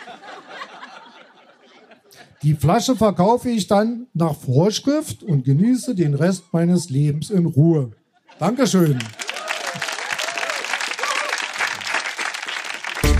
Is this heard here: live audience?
yes